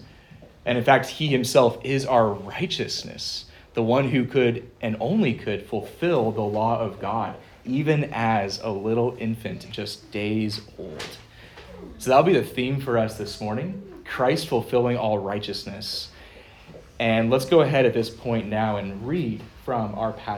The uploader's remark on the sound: Preached at Good Shepherd Reformed Fellowship